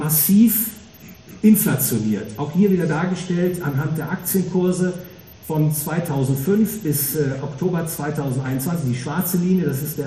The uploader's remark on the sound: Gehalten auf der "World of Value". Frankfurt a.